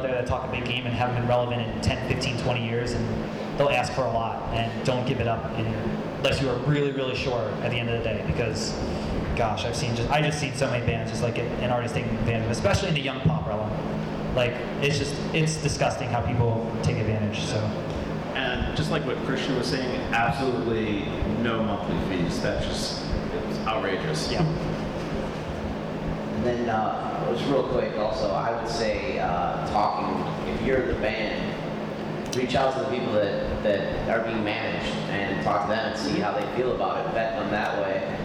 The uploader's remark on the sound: recorded at the 2017 Electric City Music Conference